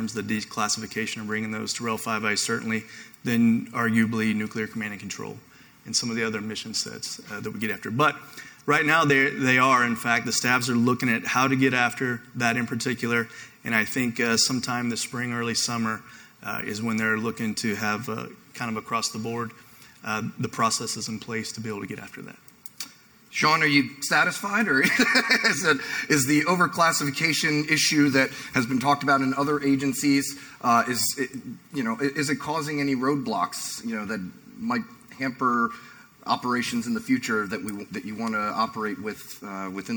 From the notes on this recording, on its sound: I have a recording of a panel I hosted last week at the Space Force IT Day hosted by AFCEA NOVA.